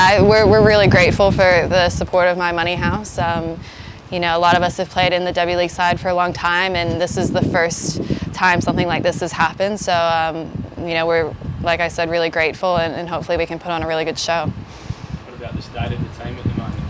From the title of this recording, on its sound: UnitedAsOne Press Conference